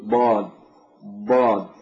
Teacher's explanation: اللسان عندما يحتك باللثة في مغارز الأسنان من الجهة اليمنى أو الجهة اليسرى فبإمكان الصوت أن يستمر مع الضاد، أقول ضاد ضاد، بينما أنت لا يمكنك كذلك في حرف الجيم مثلا.